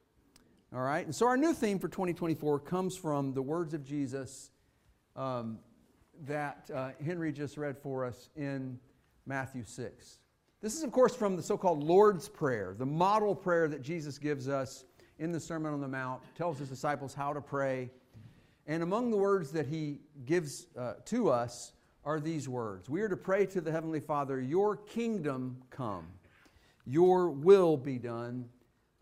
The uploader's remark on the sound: Fuquay-Varina church of Christ sermon audio from Sunday, December 31, 2023.